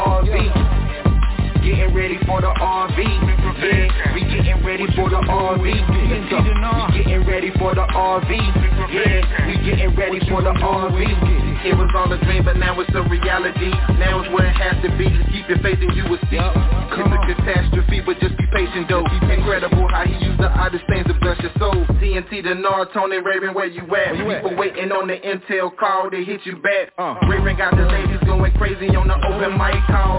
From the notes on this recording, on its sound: TNTSuperfantastic Conference Call.